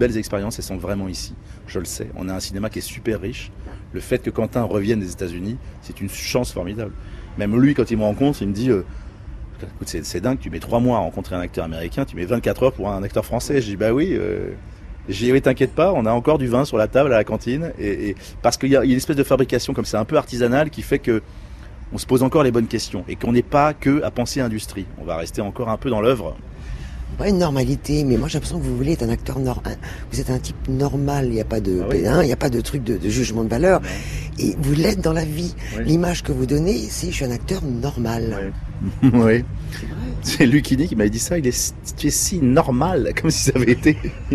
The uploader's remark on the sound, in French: En direct du festival de Cannes